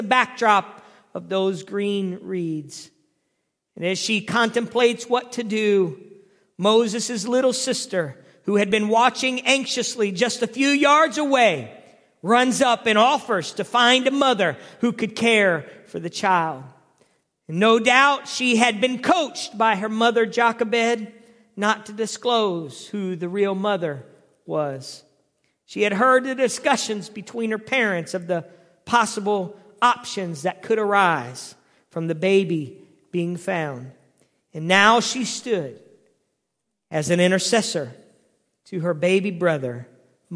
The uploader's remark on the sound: Previously recorded sermons from the Calvary Church in Cincinnati Ohio.